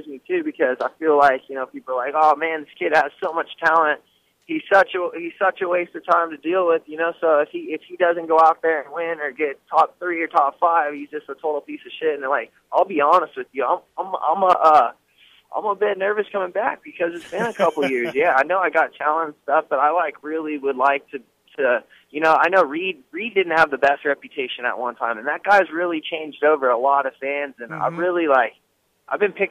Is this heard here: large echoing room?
no